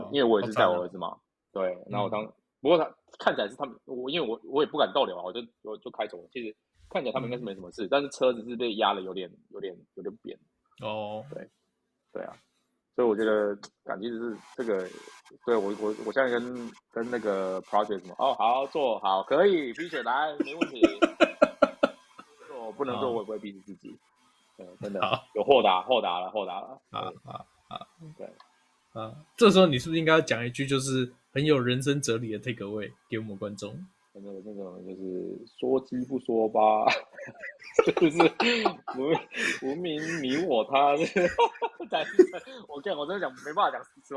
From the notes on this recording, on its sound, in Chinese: 日本發言人外出取材中～(本集錄音時間為十二月初)。測試新錄音軟體中，音質如不佳，敬請見諒。